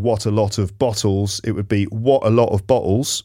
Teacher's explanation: He uses glottal stops. So that's where T sounds kind of get cut.